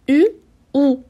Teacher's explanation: Язык чуть-чуть отодвигается назад, и уже получается звук «у», «у».